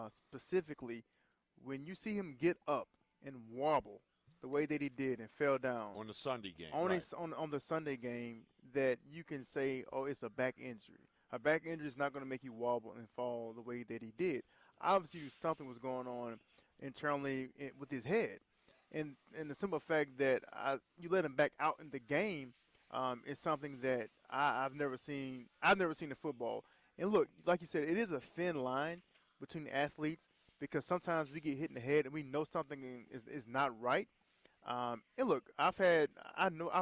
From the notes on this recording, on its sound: Hour Two is live from Calandro's!